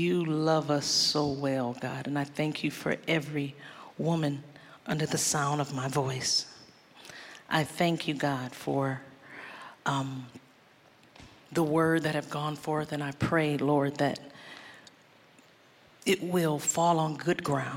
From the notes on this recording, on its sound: Live at our April 2021 Grove, wrapping our eight year of live gatherings.